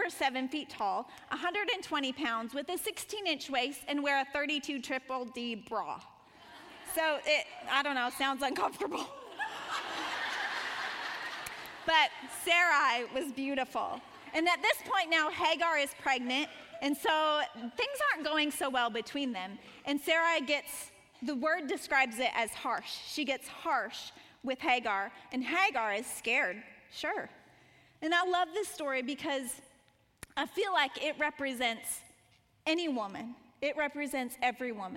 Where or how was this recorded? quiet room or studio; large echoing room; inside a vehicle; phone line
large echoing room